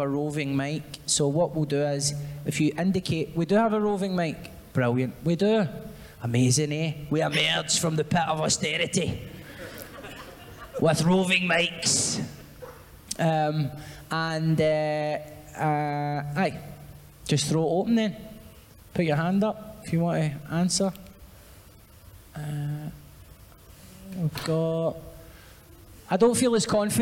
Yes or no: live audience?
yes